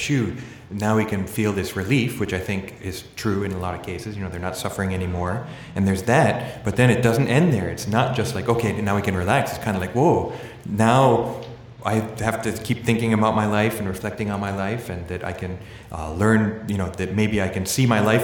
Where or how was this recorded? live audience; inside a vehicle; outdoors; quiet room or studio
live audience